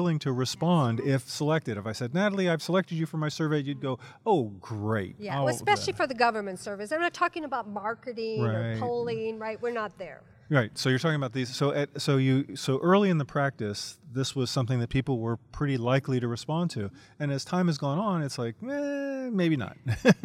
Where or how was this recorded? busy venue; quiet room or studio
busy venue